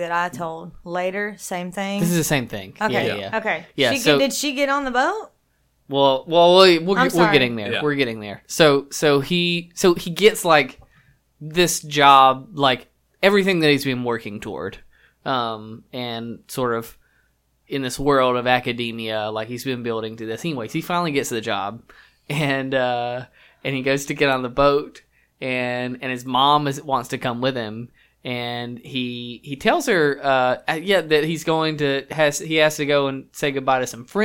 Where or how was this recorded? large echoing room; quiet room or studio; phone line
quiet room or studio